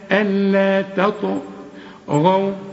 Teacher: يبقى الطاء والغين مفخمين والواو حرقاها، التاء اوعى تنسى اوعى تتحول للطاء.